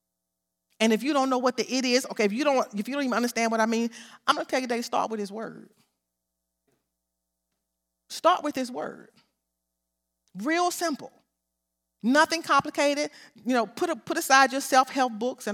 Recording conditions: large echoing room